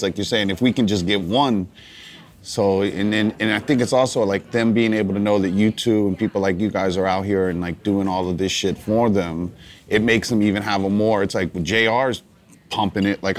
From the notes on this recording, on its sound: We're on location at The Hay in Pebble Beach.